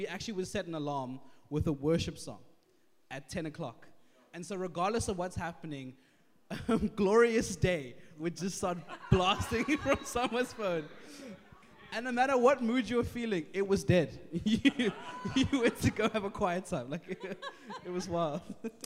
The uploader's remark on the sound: 6PM SERVICE